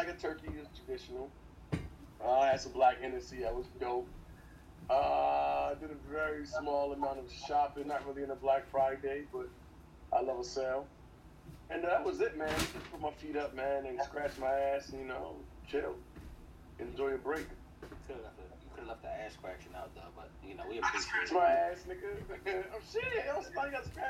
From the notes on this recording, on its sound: This week, we recorded remotely and it shows. Pardon the product.